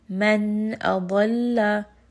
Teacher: Just to confirm, I'm going to look at the next letter and it is a hamza, which is huruf halqi, meaning this is going to be a rule of idhar. Noon sound is going to be very clear. And I'm not going to bring it up into the nose too much.